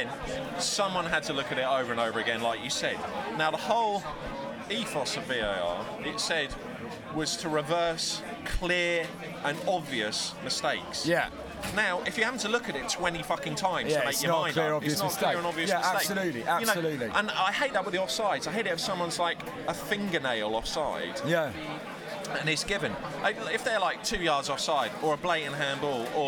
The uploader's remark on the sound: Live from the game.